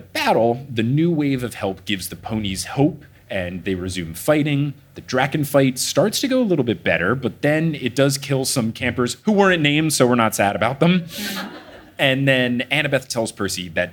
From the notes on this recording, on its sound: LIVE in Hartford!